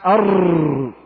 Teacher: فصفة التكرير هي إعادة الشيء مرة بعد مرة لغة، واصطلاحا ارتعاد طرف اللسان عند النطق بحرف الراء